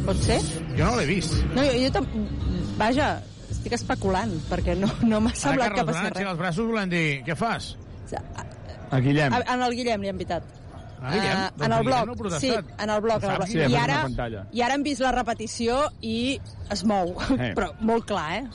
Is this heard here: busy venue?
yes